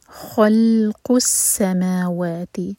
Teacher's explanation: ما اور وا دونوں برابر، دو حرکہ لمبے